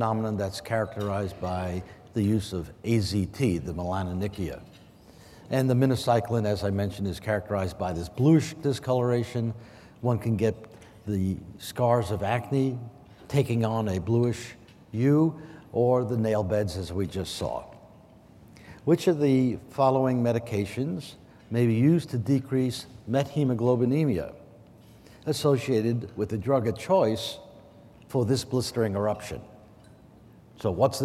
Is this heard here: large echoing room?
yes